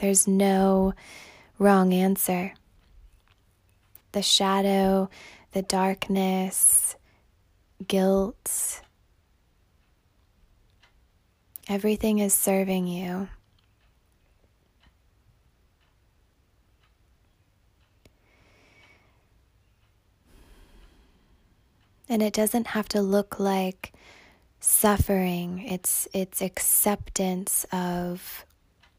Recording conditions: phone or laptop microphone